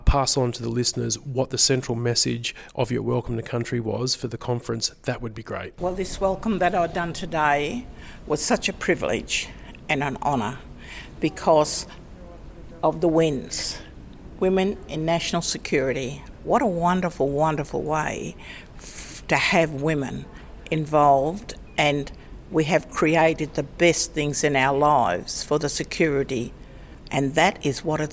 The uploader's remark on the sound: Hosted by the ANU National Security College, the Women in National Security Conference is a forum on the participation of women in Australia’s future national security policy and practice. Was recorded on the first day of the conference.